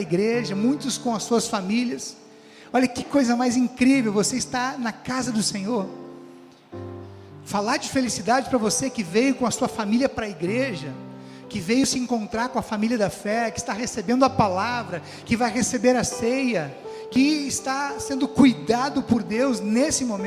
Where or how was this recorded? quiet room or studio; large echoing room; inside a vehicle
large echoing room